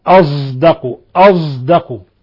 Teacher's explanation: قرأ حمزة والكسائي ورويس وخلف بإشمام الصاد صوت الزاي · Term: الصاد المشمة صوت الزاي